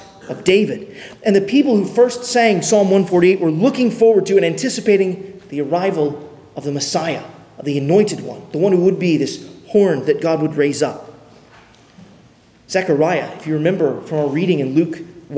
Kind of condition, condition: setting, large echoing room